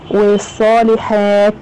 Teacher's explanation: والصالحات همس التاء